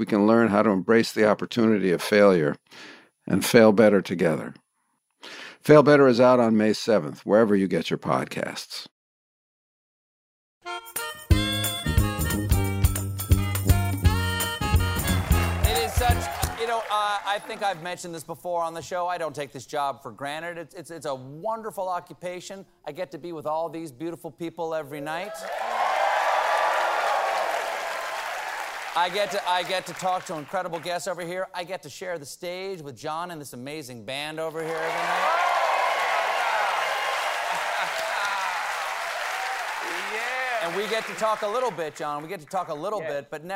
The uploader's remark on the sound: LIVE Monologue